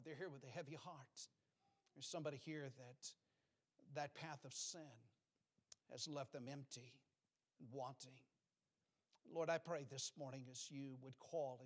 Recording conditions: large echoing room